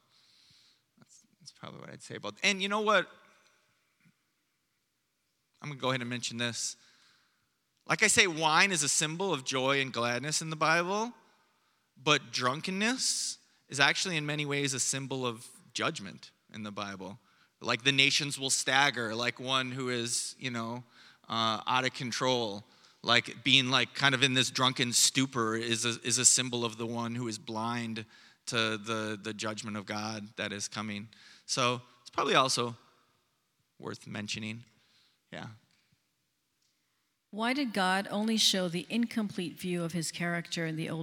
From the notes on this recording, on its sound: Preached on Sunday morning